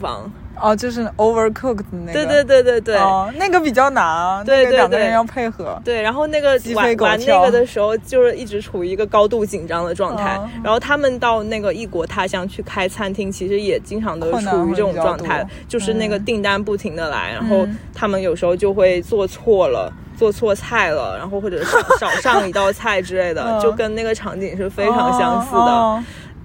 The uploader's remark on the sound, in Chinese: 这是一期接地气的播客（字面意思），我们来到郊野公园席地而坐录制这期博客。在露营帐篷的包围圈里聊露营。